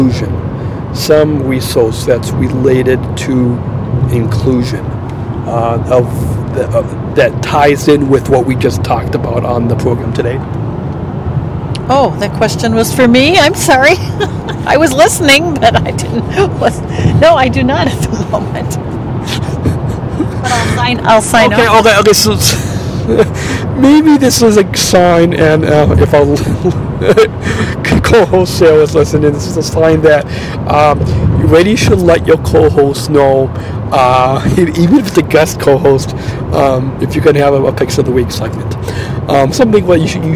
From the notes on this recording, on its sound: Are on a road trip home from Iowa, Recorded LIVE on a Western Iowa Interstate.